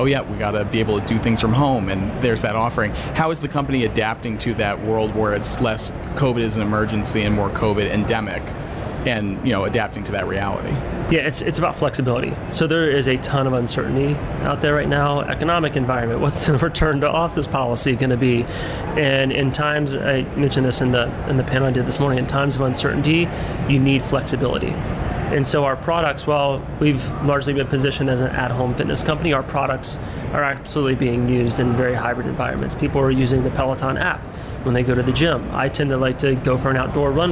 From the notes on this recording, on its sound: In this mini episode of the podcast recorded at HLTH in Las Vegas.